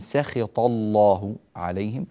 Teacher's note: القرآن الكريم كله. ننبه في كلمة أن سخط الله عليهم أن السين هنا مرققة، وأن الطاء ولفظ الجلالة كلها مفخمة · Term: السين المسكينة المرققة المستفلة